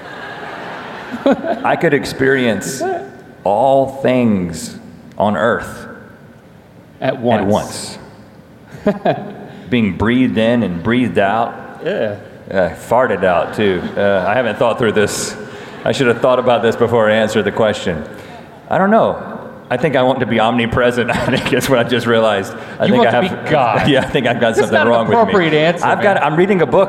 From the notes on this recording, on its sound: Live from VidCon. Fan Q&A From VidCon.